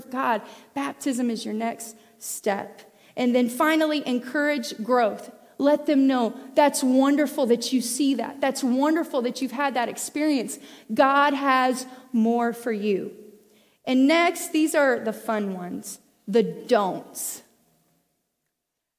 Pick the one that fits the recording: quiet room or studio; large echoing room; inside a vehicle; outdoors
large echoing room